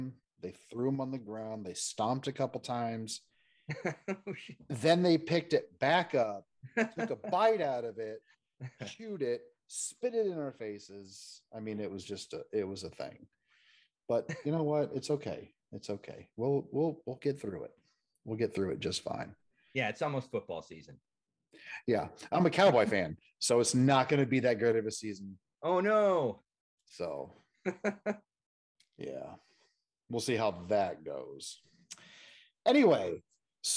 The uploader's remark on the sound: I sit down and zoom it out